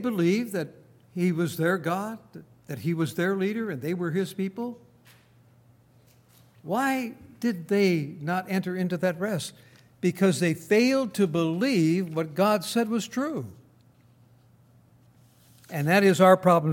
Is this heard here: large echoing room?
yes